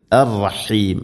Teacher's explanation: എന്നല്ല അർറഹീം എന്ന് പറയരുത്, അർറഹീം. ഹ തൊണ്ടയുടെ മധ്യഭാഗമാണ് മഖ്റജ്. അതുപോലെ ഇവിടെ അർറഹീം ആയത്തിൻ്റെ അവസാനത്തിലുള്ള ആ മദ് മദ് ആയതിൽ സുക്കൂൻ, 2, 4, 6 ഹർക്കത്തിൻ്റെ ഖദറിൽ നീട്ടാവുന്ന മദ്ദാണത്.